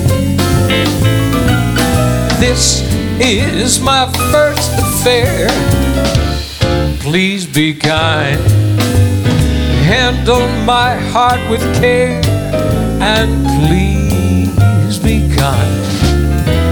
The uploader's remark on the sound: Live at the SouthPoint Casino